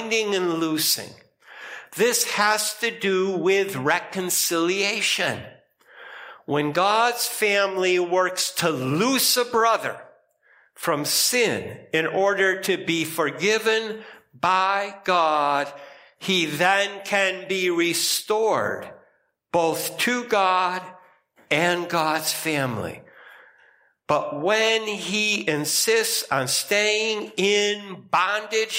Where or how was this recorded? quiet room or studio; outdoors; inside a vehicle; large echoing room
large echoing room